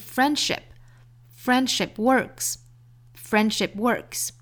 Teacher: 那这个词的重音呢是在前面这个音节